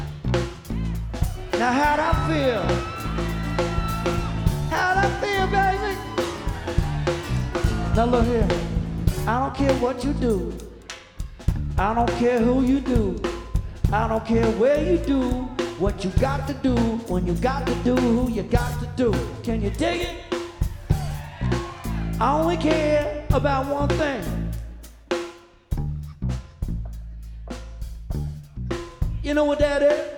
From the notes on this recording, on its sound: Live at Nashville Sunday Night. By Lightning100.